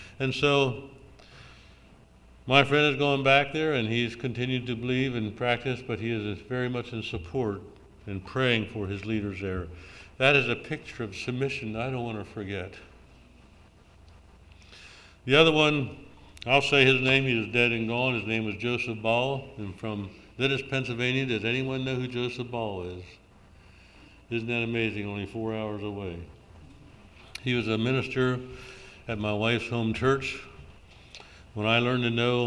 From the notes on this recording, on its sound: June Session of the Fifty-second Annual Southeastern Mennonite Conference.